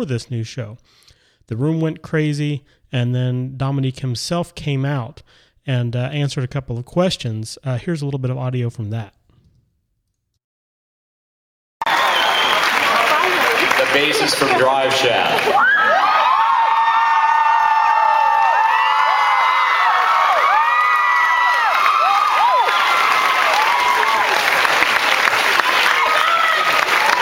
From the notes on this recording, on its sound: Comic-Con 2009: Flash Forward Panel. Here is that panel in audio form.